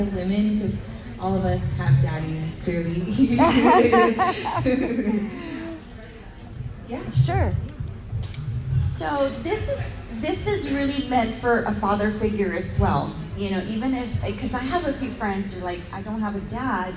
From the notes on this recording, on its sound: LIVE from the Houston Hotties Social Hour Panel